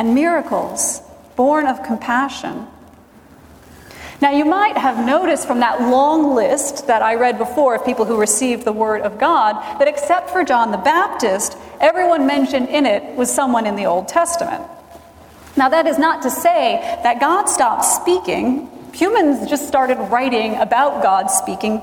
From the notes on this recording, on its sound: Recorded Feb 12, 2017 at Trinity Presbyterian Church in Bixby, Okla.